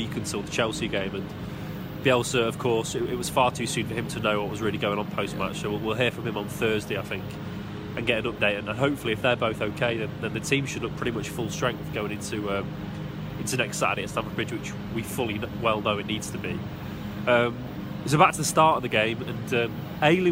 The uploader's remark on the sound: live from Elland Road